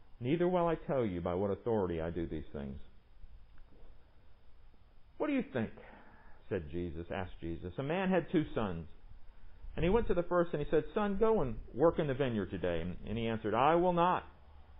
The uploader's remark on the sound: Recorded under the pavilion at MPPC on Sunday, September 27, 2020